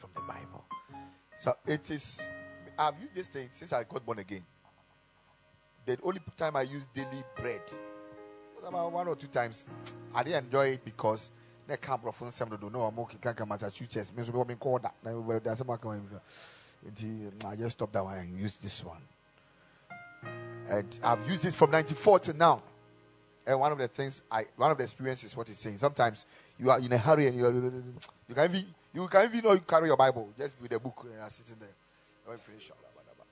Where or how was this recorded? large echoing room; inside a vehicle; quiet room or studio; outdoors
large echoing room